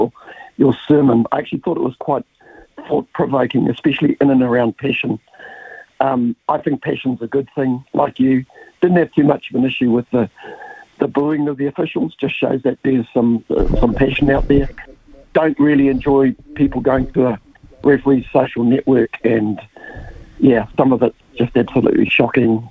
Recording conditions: phone line